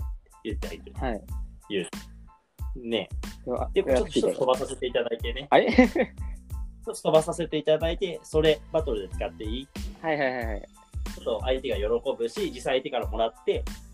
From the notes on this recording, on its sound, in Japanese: リモート収録